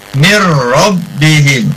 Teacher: Jadi nunnya tidak dibaca, langsung ke ro.